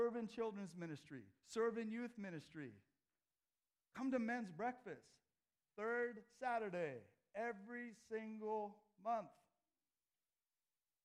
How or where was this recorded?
large echoing room